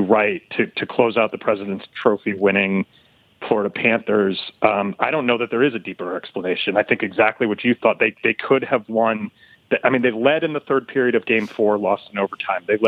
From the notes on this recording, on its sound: calls